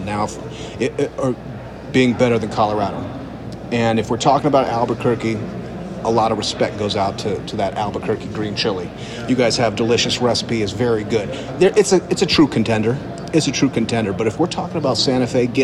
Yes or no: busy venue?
yes